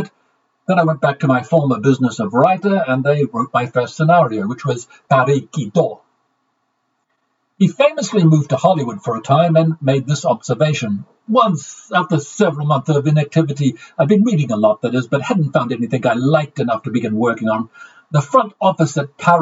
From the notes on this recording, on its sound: My apologies for the sound quality of all the episodes this week. There was an equipment failure and, after recording each episode three times to try and fix the issue I was left with the option of pausing production or stitching together the best takes.